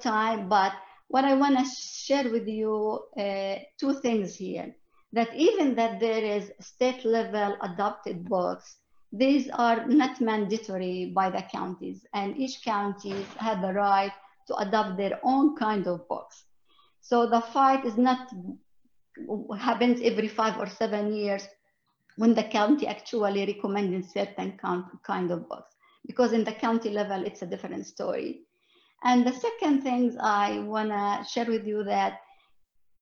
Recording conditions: video call